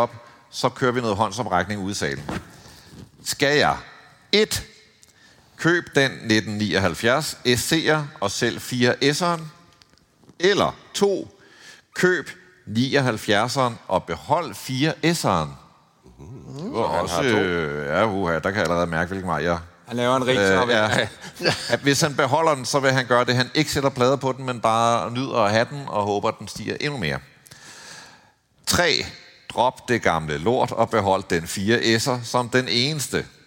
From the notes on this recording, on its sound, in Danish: LIVE fra Jyllands Porsche-fest! Graukasse med publikum! Derfor laver vi en LIVE-optagelse når Porsche i Vejle fejrer sin 5 års fødselsdag. Husk at lydkvaliteten er lidt anderledes på vores live-optagelser. Vores lydfolk siger at det giver en autentisk stemning.